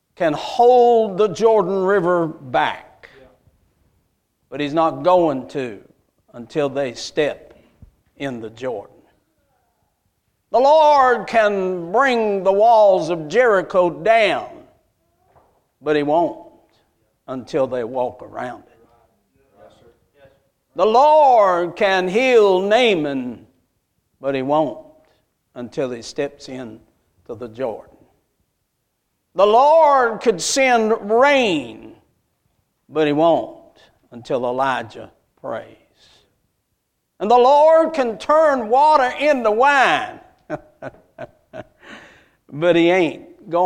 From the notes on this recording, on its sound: A message Preached at Crossroads Baptist Church.